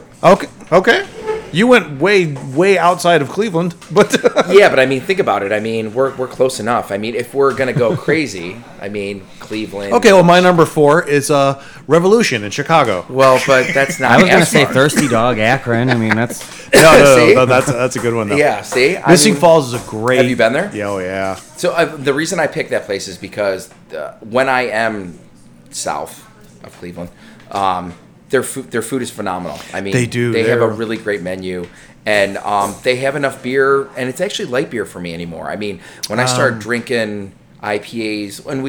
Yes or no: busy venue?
yes